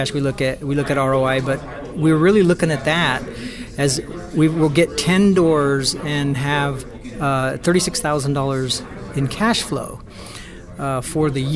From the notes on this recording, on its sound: In between activities during the Oklahoma City JHU Live event is a great time to record a podcast with new income property investors.